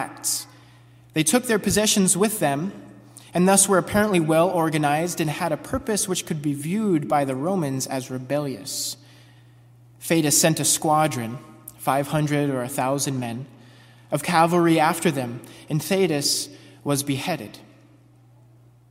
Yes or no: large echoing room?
yes